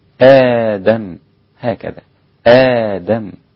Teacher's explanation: إذا وقفت على الميم ليس فيها أي غنة لميم سكنة، آدم هكذا آدم، نعم.